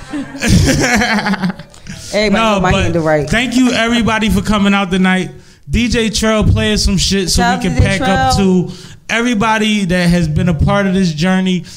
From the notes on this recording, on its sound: Live taping. We invited all our previous guests to a live podcast.